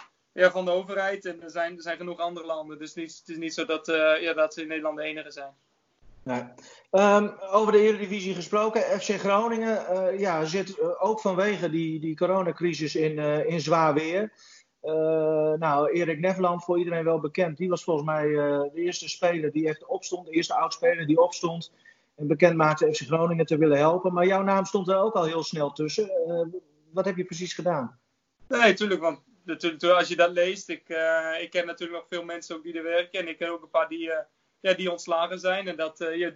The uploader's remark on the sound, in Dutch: Deze aflevering van de Koffiecorner kun je luisteren naar een Skype-sessie